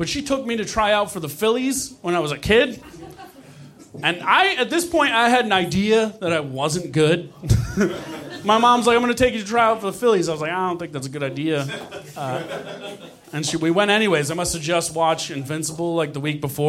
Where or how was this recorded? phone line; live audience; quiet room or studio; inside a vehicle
live audience